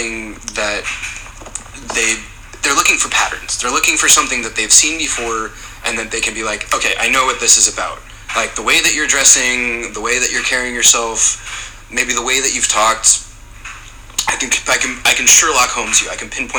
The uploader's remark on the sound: I do apologize for the background noise.